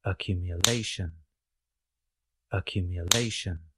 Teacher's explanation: in the noun accumulation, we place the primary or main stress closer to the end of the word. We have the secondary stress at the beginning of the word. · Term: primary stress